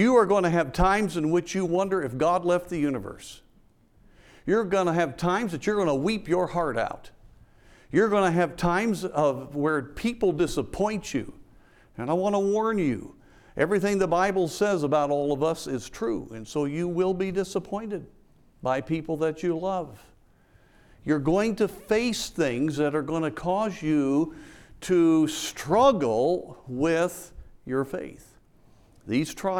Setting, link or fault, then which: setting, large echoing room